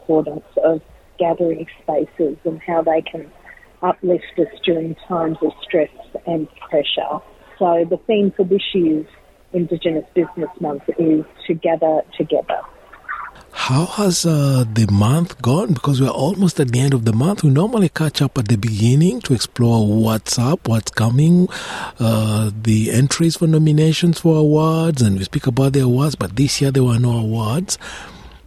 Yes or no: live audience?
no